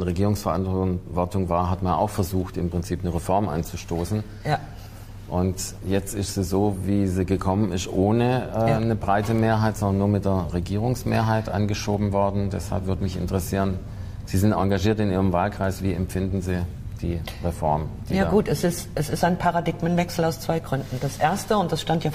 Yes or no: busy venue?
yes